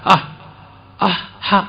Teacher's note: ಹೇಳುವಂತೆಯೇ ಮಹಾಪ್ರಾಣವಾಗಿ ಅಕಾರ ಹೇಳಿದಾಗ ಹಕಾರ ಆಗಿಬಿಡುತ್ತೆ ನೋಡಿ ಅಹ್ ಆಹ್ ಹ ಅಂತನ್ನುವಲ್ಲಿ ಹ ಹೆಚ್ಚಿನ ಪ್ರಯತ್ನಾಧಿಕ್ಯ ಉಸಿರು ಜಾಸ್ತಿ ಬೇಕಾಗುತ್ತದೆ